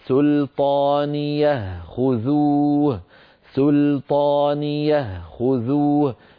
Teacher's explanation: فالهاء ساكنة وسطا ووقفا · Term: هاء سكت